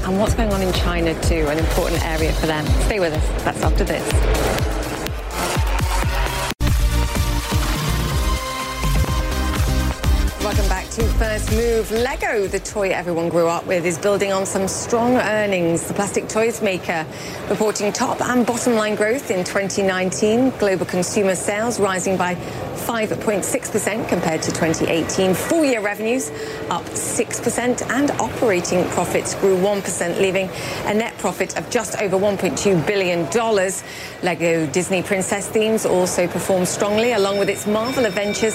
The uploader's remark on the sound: live from the New York Stock Exchange